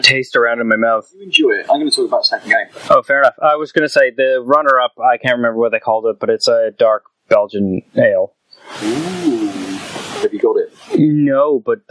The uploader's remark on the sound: This week the pod is plagued by the gremlins that exist in the world of tubes and audio devices. Fair warning the audio is sub-optimal, to say the least. It's listenable, but sadly there are waves of noise. Apologies for the drowning audio.